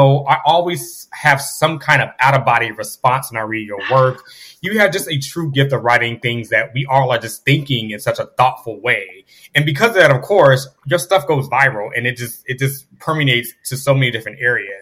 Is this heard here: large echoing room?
no